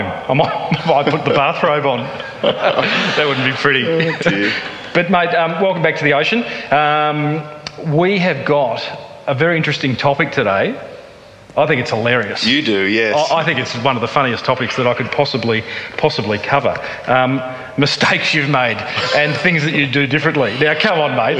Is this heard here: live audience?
yes